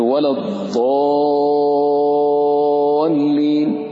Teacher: فالألف مفخم هنا يتبع ما قبله، ولا تقول ولا الضال ترقق فيما بعد، لا تفخم وتستمر في تفخيمه.